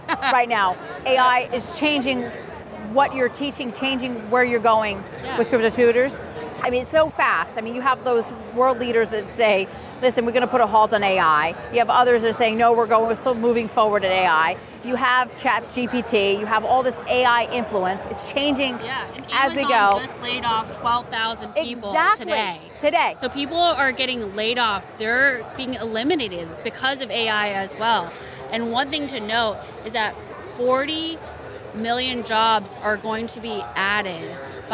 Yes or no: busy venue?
yes